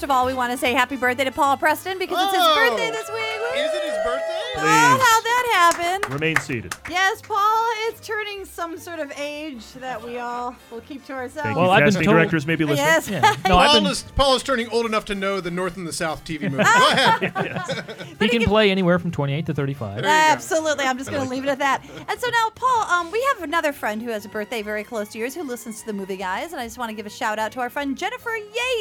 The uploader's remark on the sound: All done before a live studio audience!